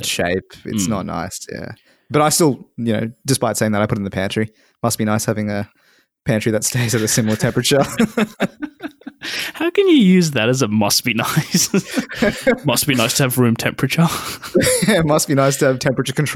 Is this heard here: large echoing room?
no